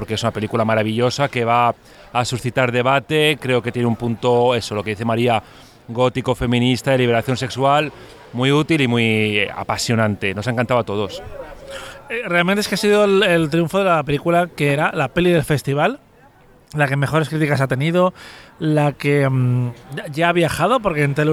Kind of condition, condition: setting, busy venue